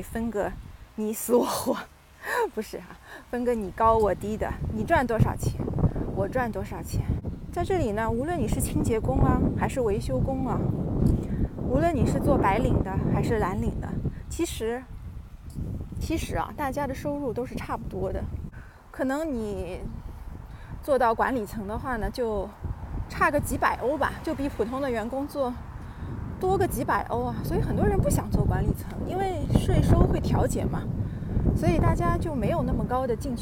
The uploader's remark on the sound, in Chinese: 边走边聊奥地利。